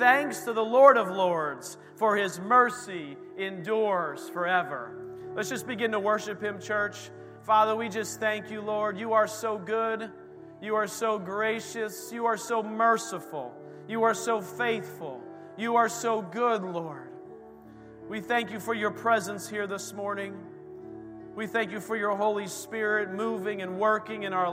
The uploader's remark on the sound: This recording is of the whole service.